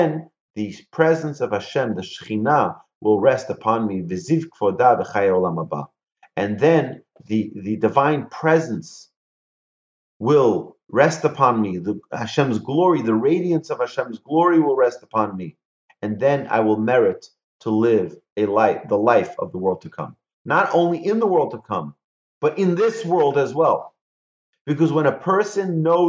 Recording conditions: video call